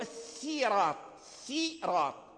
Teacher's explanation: لو قلنا قرأنا بالسين فنقول السيرات، سيرات، السين متسفل وهو مرقق لأن حرف مستفيل ورقيقا مستفيلا من أحرفي، فالسين مرقق، فأنت تنطق بالسين مرقق ثم لسانك يتصعد إلى الراء المفخم وإلى الطاء المفخم، فتكون على اللسان كلفة، كلفة، فلهذا جعلوا السين من الصراط جعله صادا، ولكن الأصل فيه هو أنه سين.